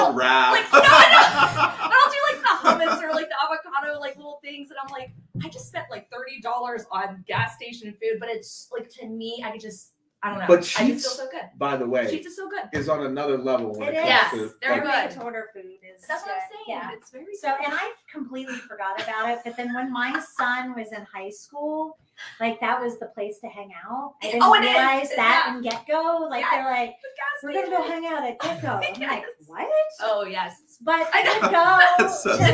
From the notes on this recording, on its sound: The DOYO Live Marketing Show Presented by Lift Marketing. Live from Stone Fruit Coffee Company in Poland, Ohio.